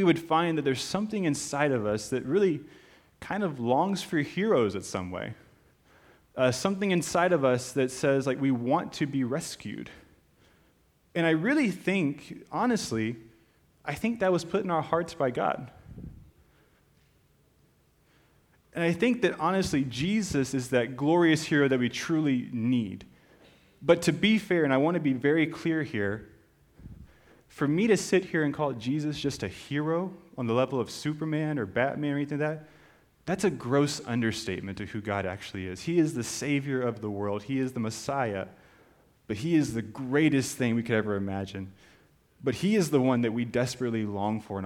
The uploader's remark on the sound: This is a special podcast of a live recording. Preaching at First Baptist Church of Chappell Hill, Texas.